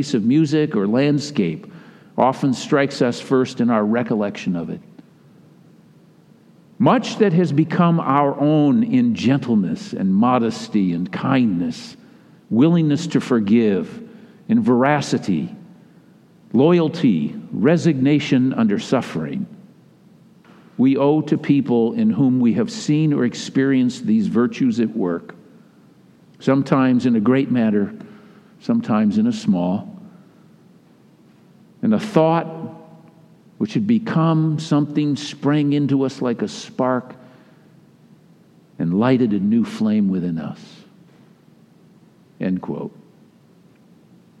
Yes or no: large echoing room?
yes